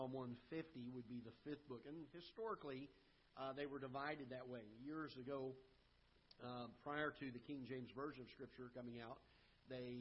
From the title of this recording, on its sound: Ketha Heights Baptist Church ~ Live Broadcast